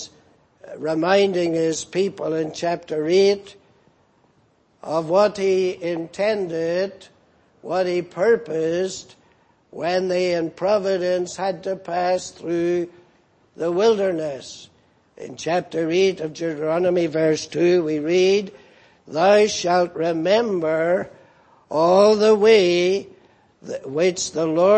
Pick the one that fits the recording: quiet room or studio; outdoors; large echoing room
large echoing room